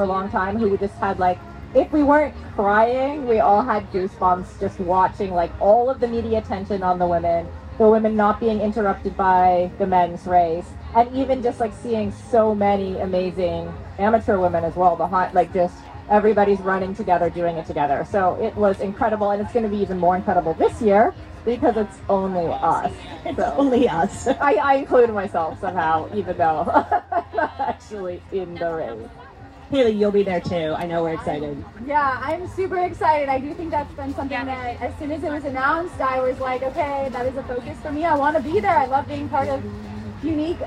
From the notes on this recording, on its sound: LIVE from USAT Age Group Nationals and the PTO U.S. Open. From the Expo at USAT Nationals.